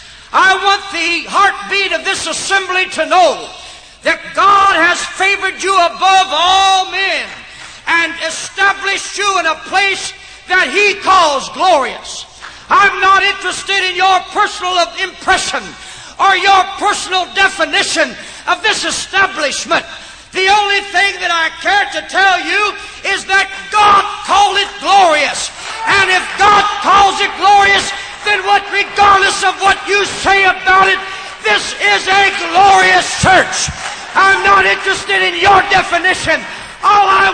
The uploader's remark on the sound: preaches at Life Tabernacle Camp Meeting Baton Rouge, LA